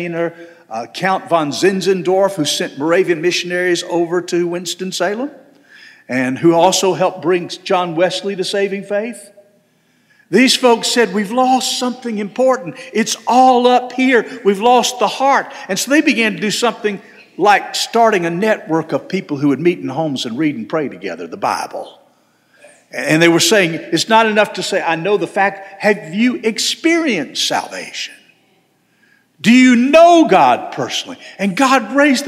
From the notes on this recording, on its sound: This sermon was delivered on November 19, 2023 at First Baptist Church Hendersonville, NC.